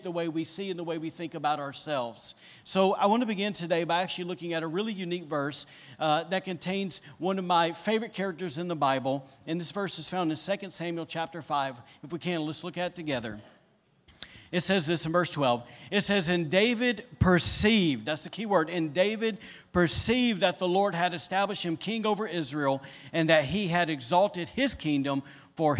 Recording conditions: live audience